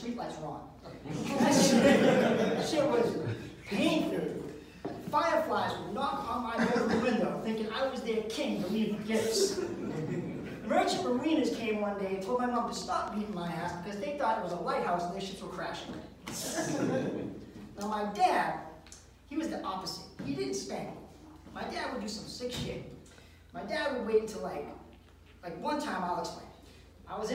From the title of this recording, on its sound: Live at the MEG